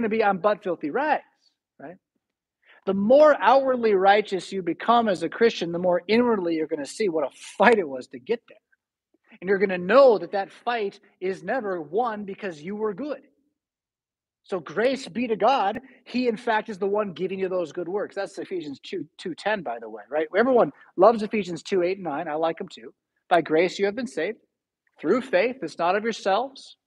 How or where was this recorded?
large echoing room